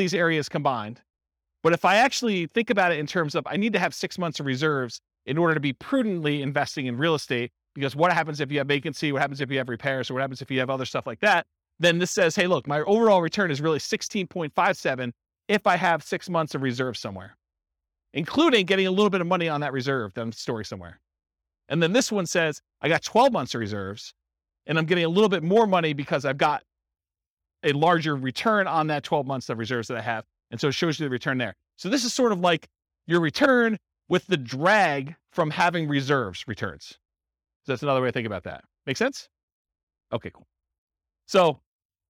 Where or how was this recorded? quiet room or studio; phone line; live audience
live audience